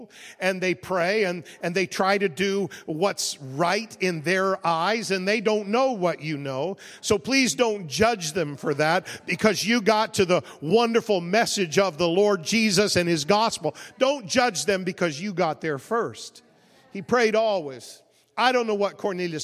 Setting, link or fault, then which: setting, large echoing room